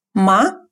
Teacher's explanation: Вопросительная частица произносится легким тоном.